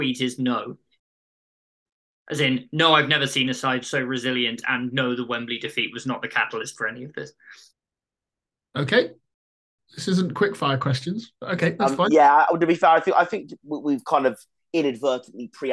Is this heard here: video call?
yes